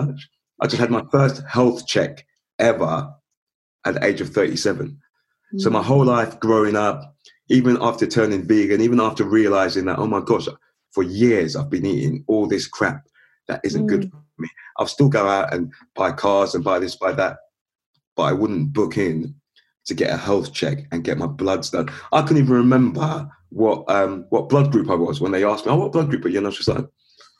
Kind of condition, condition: link, video call